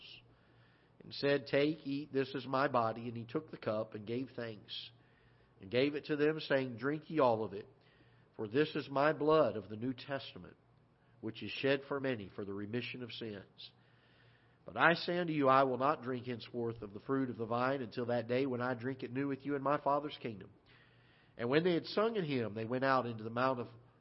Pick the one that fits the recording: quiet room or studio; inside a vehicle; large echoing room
large echoing room